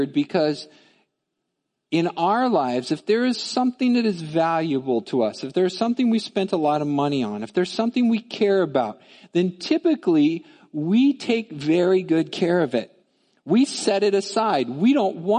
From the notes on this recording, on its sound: Midland Evangelical Free Church Sermon Audio